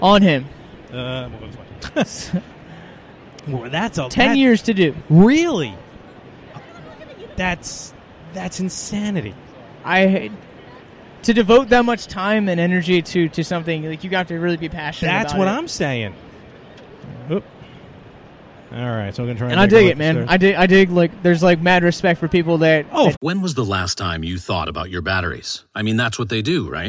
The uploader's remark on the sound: It's a hybrid episode this week LIVE from New York Comic Con 2017! Walk the con floor to see what NYC had to offer.